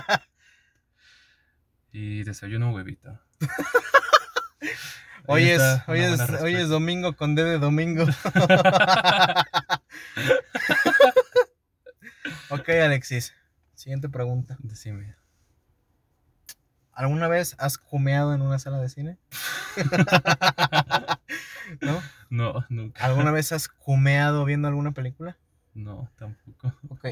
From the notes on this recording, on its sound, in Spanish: Una disculpa por la calidad del audio pero como lo explicamos en el episodio, estábamos encerrados dentro de un carro en el estacionamiento de una plaza.